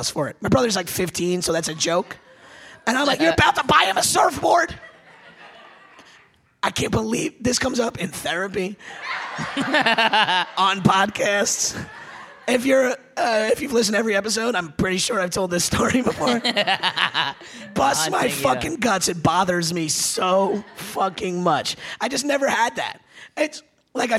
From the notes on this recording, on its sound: live at the Rub Club in Philadelphia